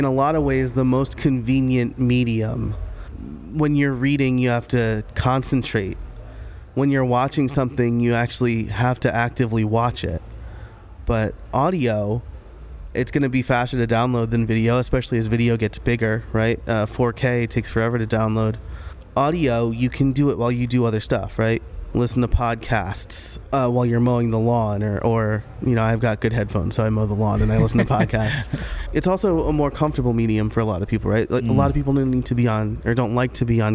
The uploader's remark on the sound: at the Craft + Commerce Conference in Boise, ID